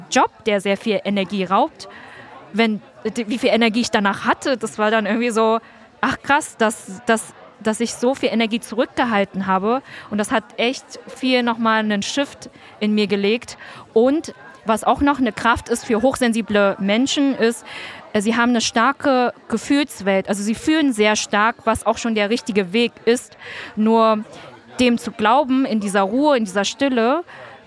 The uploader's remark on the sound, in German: Auf dem ISLE OF MIND Festival haben wir diese Folge mit ihr aufgenommen.